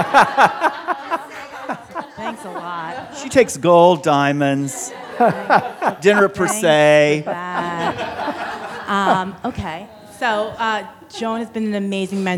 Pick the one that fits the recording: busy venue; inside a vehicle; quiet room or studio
busy venue